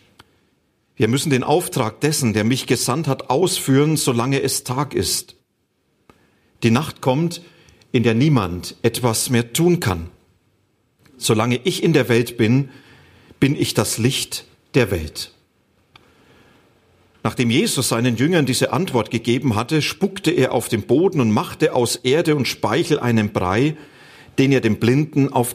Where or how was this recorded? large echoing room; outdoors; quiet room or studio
large echoing room